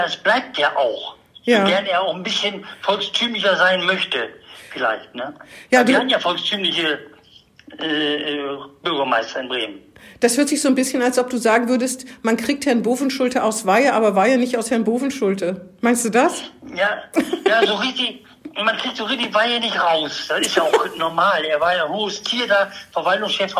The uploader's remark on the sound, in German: findet auch dieses Mal aus Infektionsschutzgründen per Telefon-Schalte statt